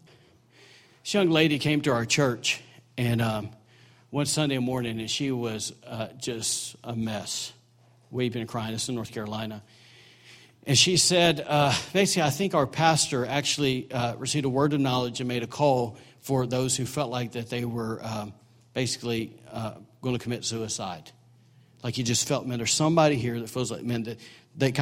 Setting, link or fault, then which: setting, large echoing room